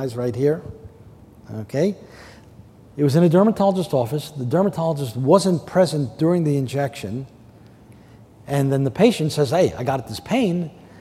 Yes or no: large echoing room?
yes